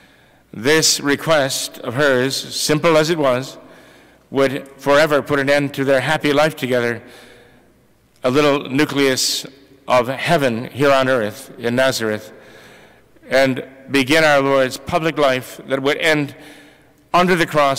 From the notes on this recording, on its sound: This recording was taken from the Immaculate Conception Church sermon on 1/14/2024